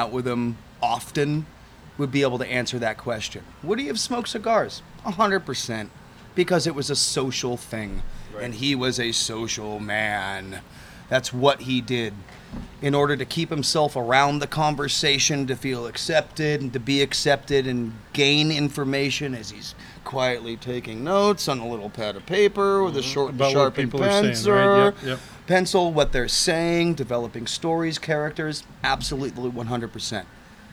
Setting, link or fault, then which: setting, busy venue